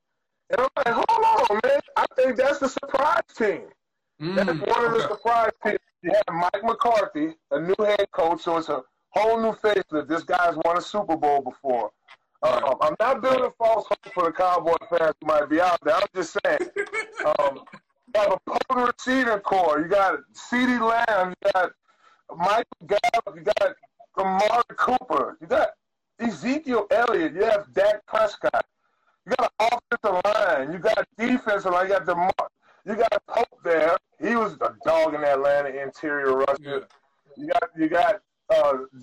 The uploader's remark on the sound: My apologies for any audio issues you throughout this episode.